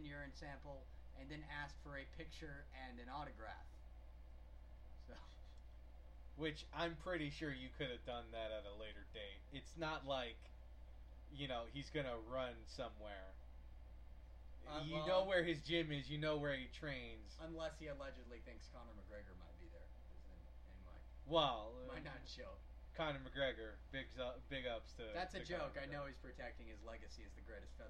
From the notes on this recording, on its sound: I would like to apologize in advance for the quality of the audio (yes, we know it's a bit on the soft side.)